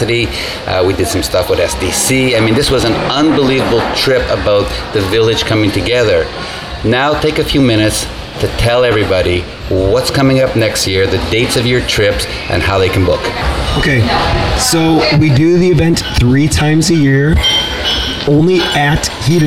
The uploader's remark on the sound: Still on location from Hedonism II Resort in Jamaica, during Young Swingers Week.